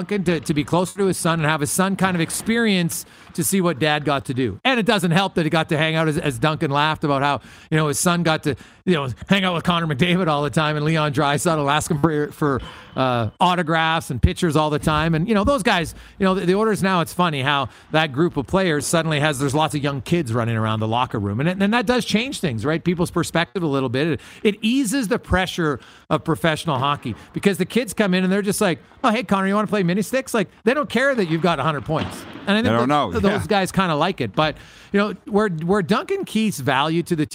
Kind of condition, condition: setting, busy venue